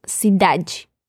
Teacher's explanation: la E que no lleva el acento al final de la palabra y la pronunciamos como la I. Luego se puede escuchar como cidade.